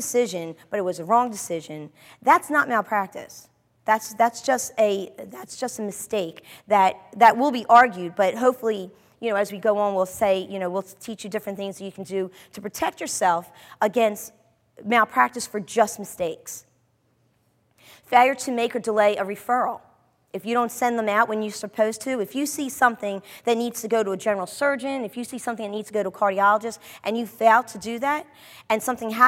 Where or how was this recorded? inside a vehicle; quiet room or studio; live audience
live audience